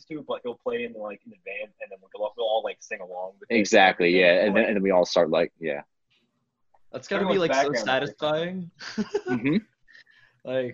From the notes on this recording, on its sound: It took us three zoom calls to make this episode happen because of the god forsaken time limit that the zoom gods created.